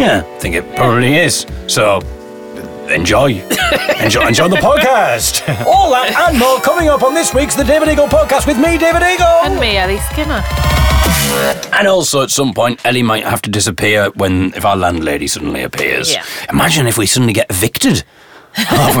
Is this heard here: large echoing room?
no